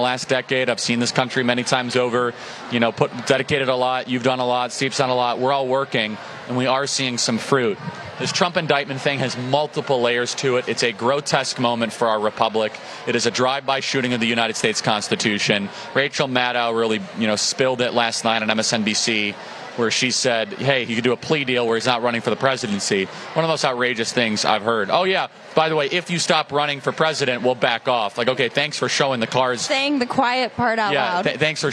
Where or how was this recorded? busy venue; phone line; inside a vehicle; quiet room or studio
busy venue